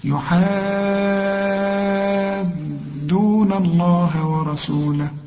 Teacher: إن الذين يحادون الله ورسوله، شوف أنا قلت لك ما دام عندك مد يبقى تمد المد ده 6 حركات ما دام الحرف اللي بعد المد مشدد. شوف يحادون، والدال دي مشددة.